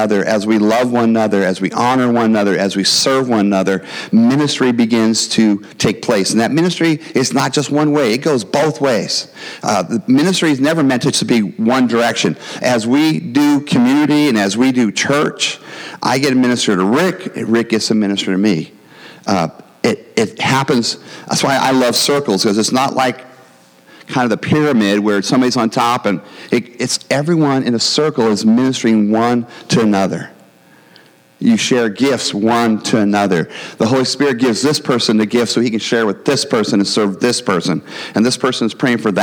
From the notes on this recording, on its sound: the gospel preached at our church on Sunday